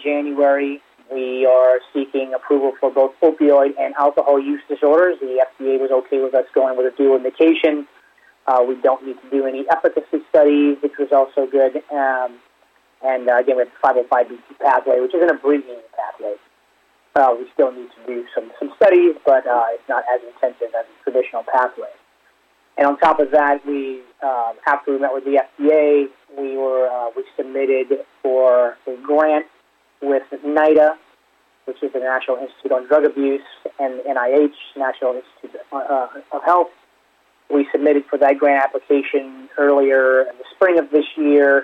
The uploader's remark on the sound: called in to SmallCapVoice